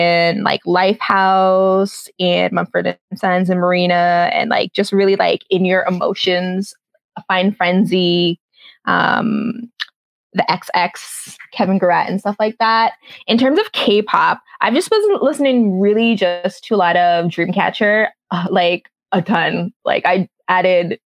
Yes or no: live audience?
no